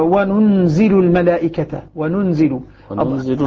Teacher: يعني خفف النون وزاد نونا ثانية